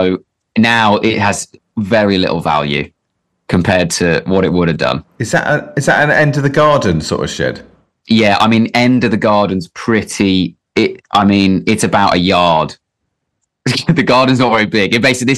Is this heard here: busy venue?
no